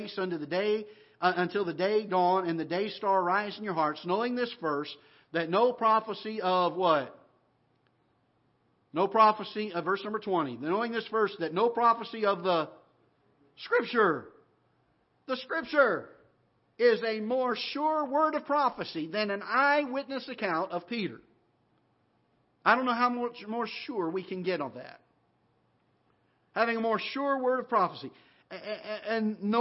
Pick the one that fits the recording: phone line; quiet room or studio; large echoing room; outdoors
large echoing room